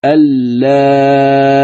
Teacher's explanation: الطول في الألف مع إبدال الهمزة ياء ساكنة، الهمزة التي سهلت هذه تبدل ياء ساكنة، فيصير المد هنا من قبيل المد اللازم الكلمي.